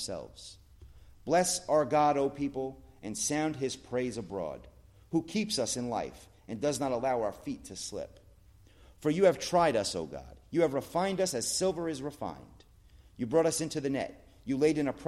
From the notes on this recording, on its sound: at The Blue Point Bible Church